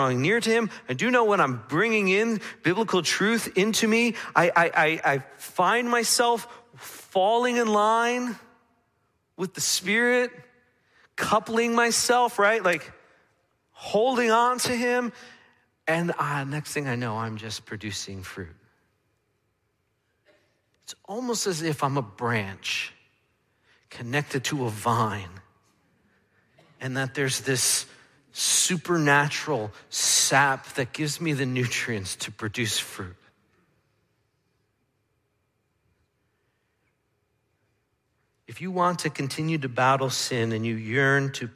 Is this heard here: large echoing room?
yes